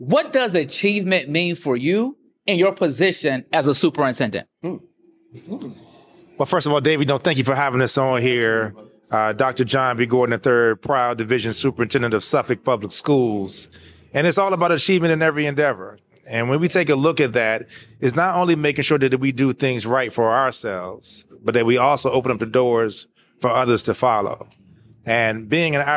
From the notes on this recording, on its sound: Broadcasting live from the National Alliance of Black School Educators (NABSE) Conference. Live from the NABSE Conference.